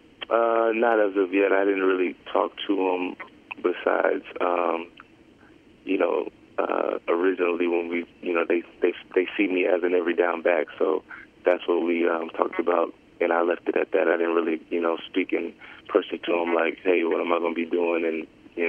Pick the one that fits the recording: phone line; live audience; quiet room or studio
phone line